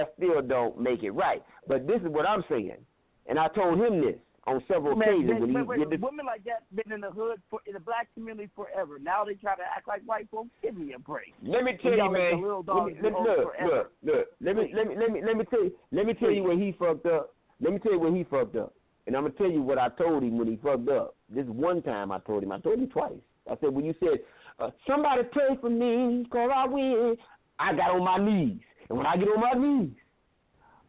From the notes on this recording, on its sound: We have invited various people to call